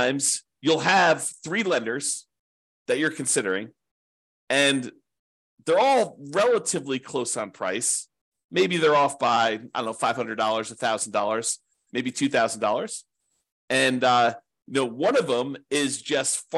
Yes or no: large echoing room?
no